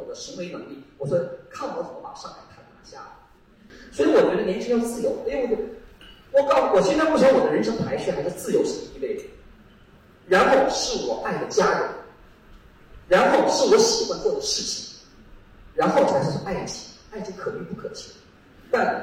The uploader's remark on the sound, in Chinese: 第八届乌镇戏剧节。让我们一起走进乌镇戏剧节的现场。